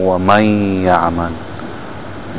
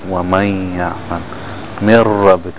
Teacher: When you have idgham, then the noon is completely gone and merged into the word after it.